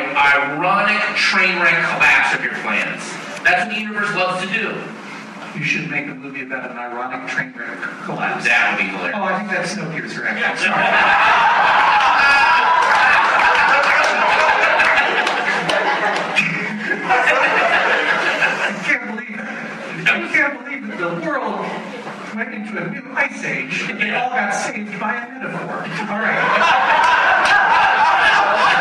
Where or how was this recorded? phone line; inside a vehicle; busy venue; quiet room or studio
busy venue